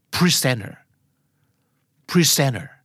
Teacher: ครับมันจะไม่ presenterแต่จะเป็น presenter presenter เซนก็ออกเสียงสั้นเธอก็ออกเสียงสั้นนะครับ เพราะฉะนั้น p r e s e n e rเป็นเสียงสั้นๆสามเสียงต่อกันแต่พยางค์ที่สองถูกเน้นที่สุดนะครับนั่นคือ presenterครับ presenter